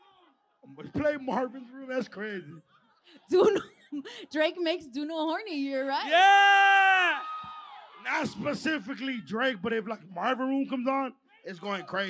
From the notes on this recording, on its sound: Live Episode. Our live podcast at The Novo in Downtown LA is finally here.